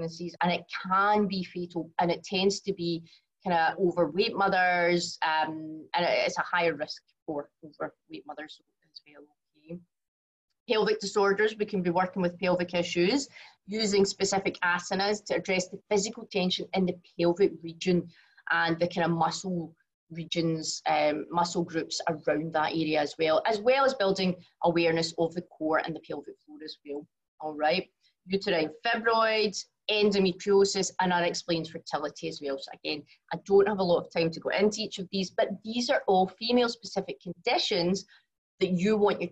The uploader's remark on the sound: From the live webinar.